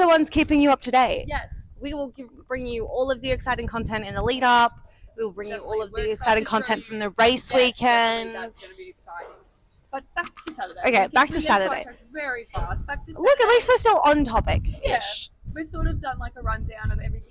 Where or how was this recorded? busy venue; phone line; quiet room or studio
busy venue